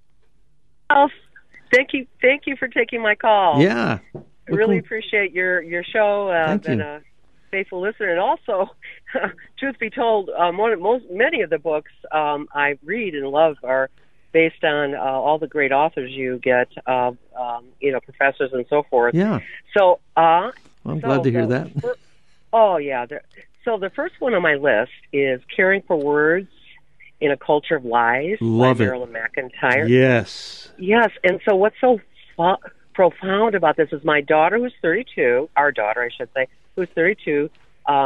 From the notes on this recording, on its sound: We're opening up the phone lines today!